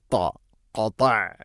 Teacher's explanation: ത ഉച്ചരിക്കുന്ന സമയത്ത് നാവിൻ്റെ മധ്യഭാഗം അണ്ണാക്കിലേക്ക് ചേർന്ന് നിൽക്കണം. ഇത്തുബാഖ് എന്ന സിഫത്ത് നൽകിക്കൊണ്ട് കൃത്യമായിട്ട് ഉച്ചരിക്കണം.